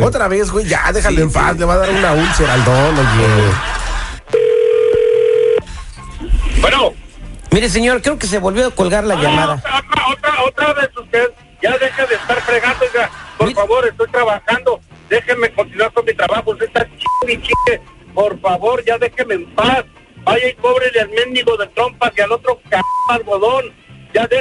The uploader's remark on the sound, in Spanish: La llamada telefonica